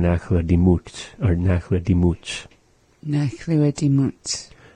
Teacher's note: sometimes speakers will drop the T sound